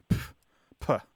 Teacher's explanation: it's a sharp exhalation of air with a P sound at the beginning, like puh. Yeah. · Term: sharp plosive sound